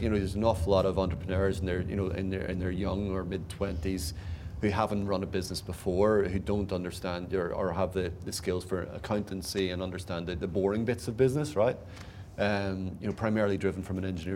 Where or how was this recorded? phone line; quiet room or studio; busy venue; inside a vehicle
busy venue